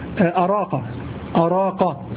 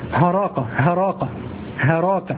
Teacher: أن الهمزة قلبت هاء، هذا شاذ